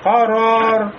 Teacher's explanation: Ро не так сильно колебается, как в русском языке. И когда у нас ро, мы останавливаемся на этом звуке, то есть произносим его с сукуном, да, при остановке. · Term: такрор